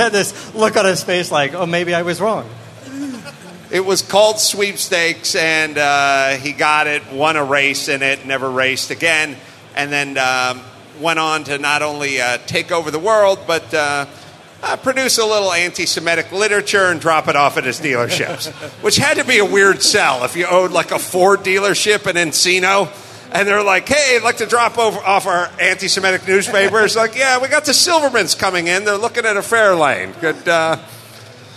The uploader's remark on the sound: Live from Optima Batteries at SEMA 2017. A live CarCast from the Optima Batteries booth on Day 1 of SEMA 2017.